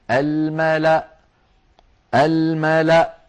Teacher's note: ويوقف عليها بهمزة ساكنة الملأ الملأ هكذا، ولا تنطق الواو التي هي كرسي للهمزة، ولا تنطق الألف التي بعدها.